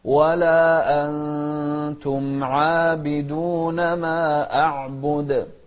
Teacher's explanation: أخفينا النون مع المقدار الحركتين · Term: الإخفاء